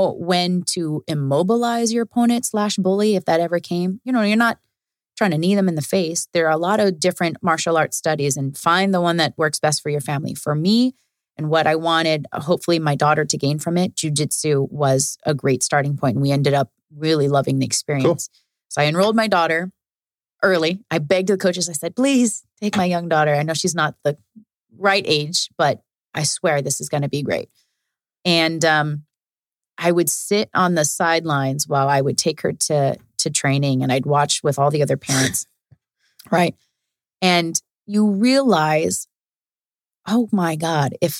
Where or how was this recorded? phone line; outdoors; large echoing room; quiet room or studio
quiet room or studio